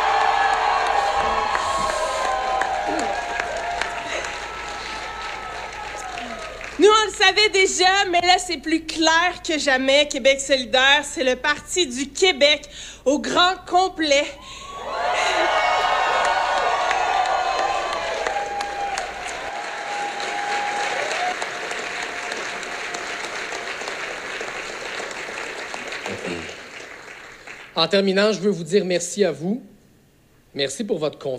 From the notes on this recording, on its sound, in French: enregistré pendant et après le congrès de Québec solidaire à Gatineau